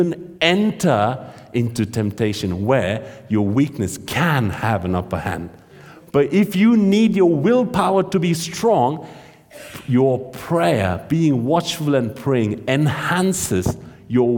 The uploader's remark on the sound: This sermon was recorded on Sunday 26th March 2023 at our Great Denham venue.